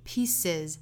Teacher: piece 本身单词尾部是清辅音的 s，那变复数的话要加元音的 a，再加浊音的 z，所以是 pieces。Pieces，再跟后面连读就带出这个 z 的音了。Pieces aroundus， pieces aroundus。大家在连贯不好的情况下呢，可以读得慢一些